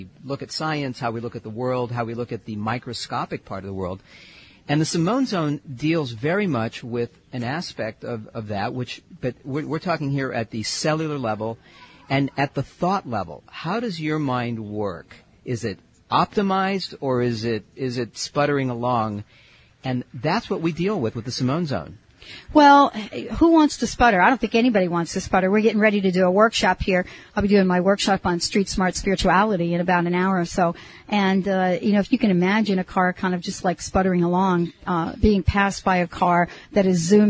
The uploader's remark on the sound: live from The Gathering